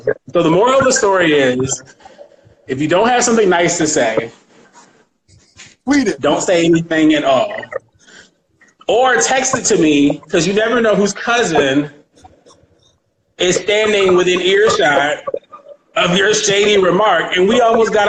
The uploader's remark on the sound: Live on Instagram